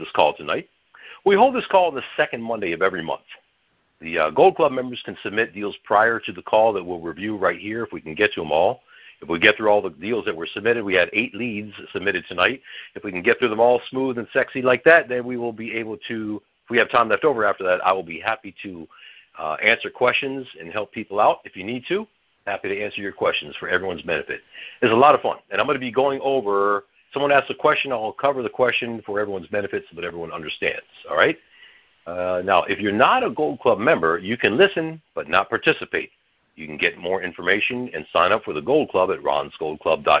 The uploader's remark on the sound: Gold Club Q&A Call